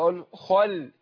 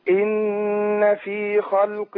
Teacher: اللام هنا مرققة وقعت بين مفخمين الخاء والقاف · Term: اللام مرققة